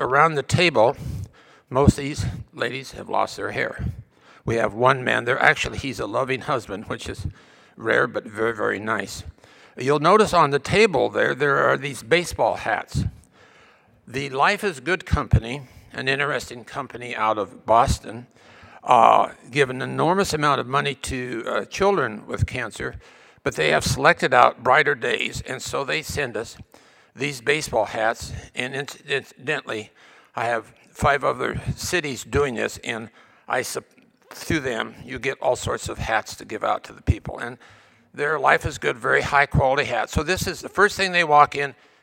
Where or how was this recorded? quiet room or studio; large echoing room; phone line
large echoing room